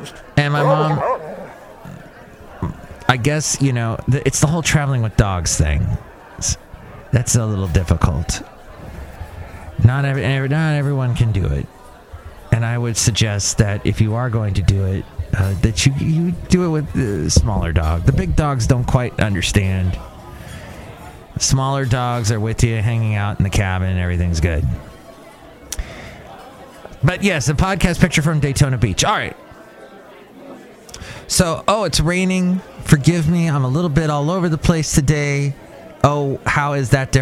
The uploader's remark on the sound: Podcasts live from Cafe Anyway.